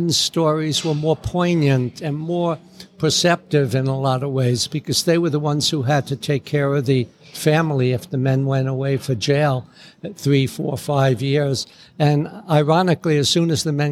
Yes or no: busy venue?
yes